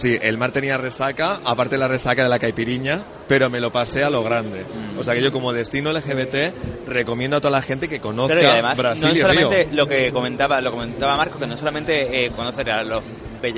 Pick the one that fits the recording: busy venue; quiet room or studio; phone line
busy venue